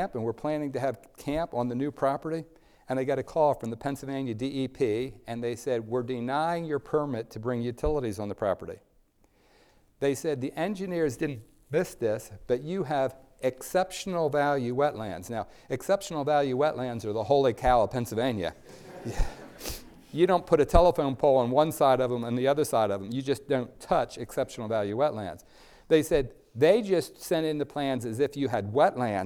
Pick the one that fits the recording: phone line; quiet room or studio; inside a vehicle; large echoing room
large echoing room